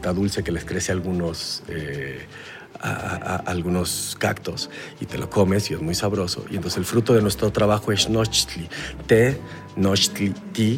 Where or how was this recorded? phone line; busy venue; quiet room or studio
busy venue